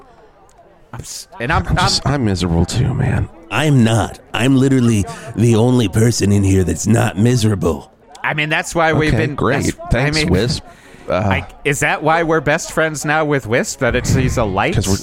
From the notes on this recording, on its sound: broadcasts live from Wild Things Water Park